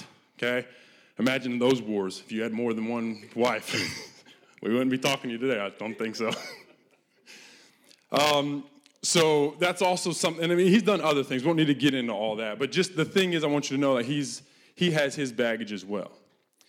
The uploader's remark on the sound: This message was recorded live at our Malmö Gathering on Sunday, July 16th, 2023. C3 Church Malmö & Lund.